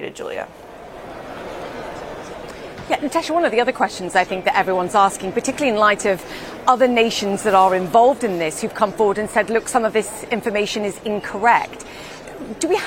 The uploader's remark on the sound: Today's show comes to you live from the Washington, DC headquarters of the International Monetary Fund